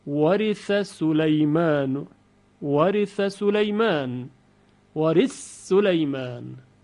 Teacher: ثا در سین ادغام میشه در روایت سوسی